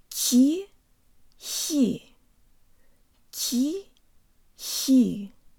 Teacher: The letter ha is not pronounced in the back of the throat, contrary to popular belief. It's actually pronounced in the same place we say the letter ka. It's just that we don't block the airflow all the way. Let's use the syllable ki to get a running start.